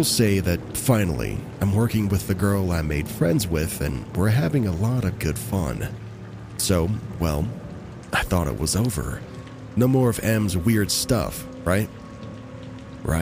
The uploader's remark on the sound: Rain sounds in the background will help set the eerie mood as we dive into these true horror stories.